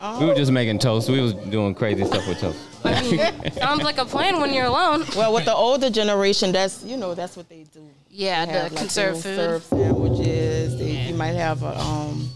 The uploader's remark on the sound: Then, we went to the Louisiana Children's Museum and recorded with families about their traditions.